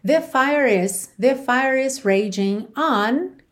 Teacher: fire não tem o E pronunciado, certo? Você termina no som do R. Então, aqui você já vai ligar no is.